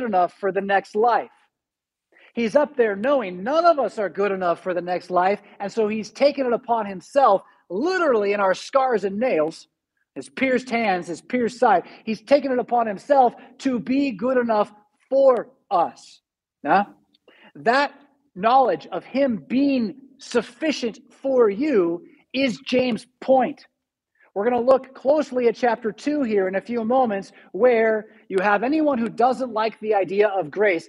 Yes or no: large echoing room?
yes